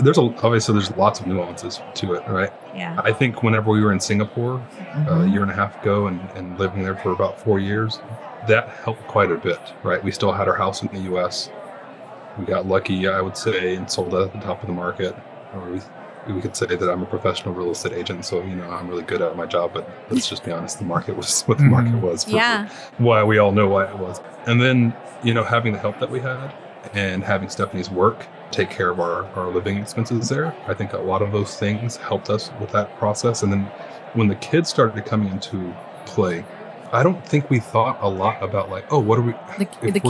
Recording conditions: busy venue